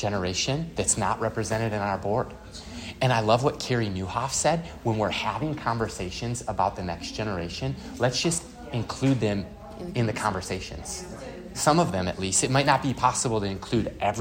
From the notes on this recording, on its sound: LIVE FROM CMN. At the 2023 CMN Conference in Houston, Texas.